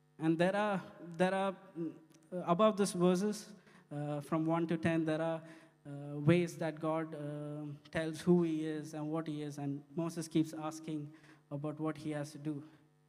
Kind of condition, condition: setting, large echoing room